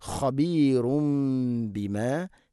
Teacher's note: ഇന്നല്ലാഹ ഖബീറും ബിമ, ഖബീർ, ഖബീർ അല്ല, ഖ ഖബീറും ബിമ, തെൻവീന് ശേഷം ബാ, ഇഖ്ലാബ് തെൻവീനിനെ മീമാക്കി മാറ്റി മണിച്ചുകൊണ്ട് ഉച്ചരിക്കണം